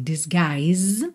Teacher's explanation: o U não é pronunciado, esse I é aberto, longo